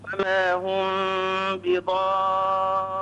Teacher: كم حركة المد؟ هذا مد لازم كلمة مثقل، ست حركات